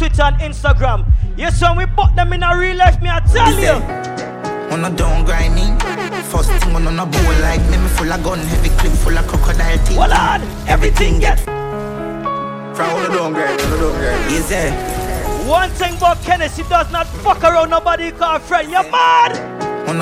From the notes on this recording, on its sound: Bday Party LIVE AUDIO 8/29/2021